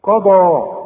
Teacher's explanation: القاف والضاد مفخمين، والمد كمان